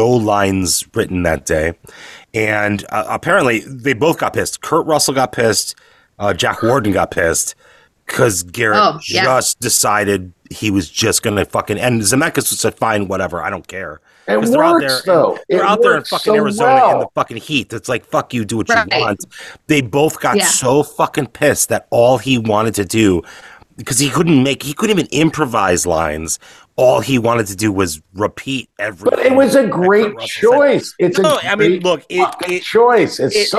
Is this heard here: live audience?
no